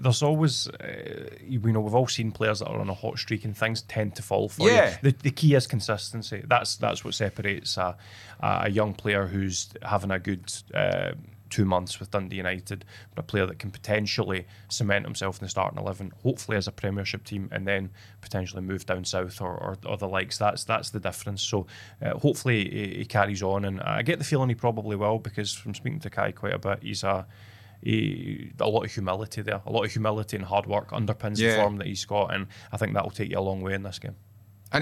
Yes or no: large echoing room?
no